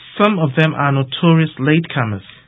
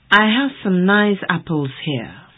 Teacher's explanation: Some is not stressed. Indeed, we barely or hardly hear the vowel at all. · Shown in: second take · It is completely obscured.